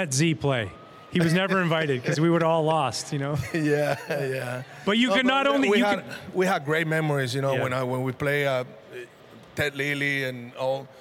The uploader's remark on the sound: For the first time ever on Marquee Sports Network. Was recorded live to a rooftop audience overlooking Gallagher Way after the final home game of the 2021 season. The live episode.